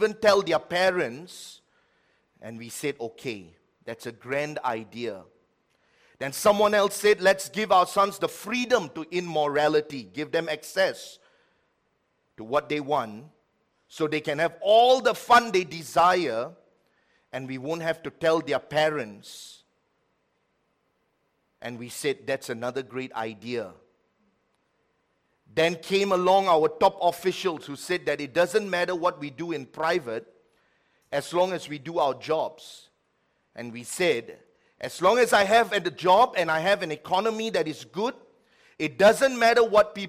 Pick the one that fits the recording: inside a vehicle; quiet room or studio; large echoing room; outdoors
large echoing room